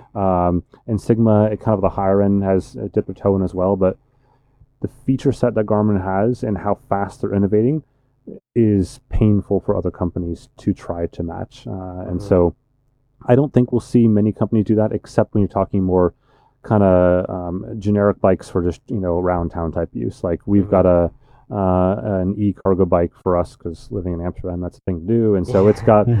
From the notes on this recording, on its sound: Episode 219 of the Ask a Cycling Coach Podcast is live from Eurobike!